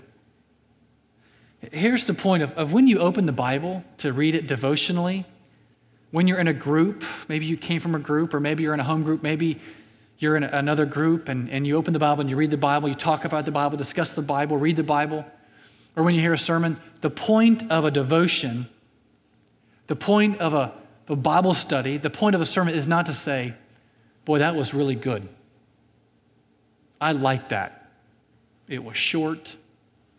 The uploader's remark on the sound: At Graceland Baptist Church in New Albany, Indiana.